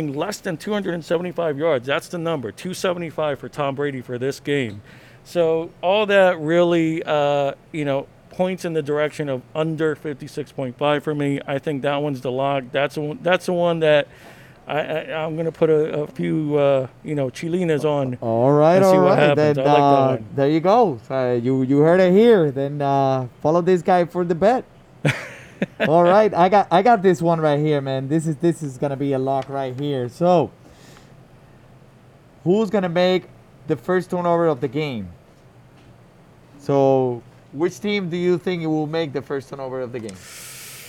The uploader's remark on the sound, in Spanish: Woodmoor Market Special. Live #eventoenvivo.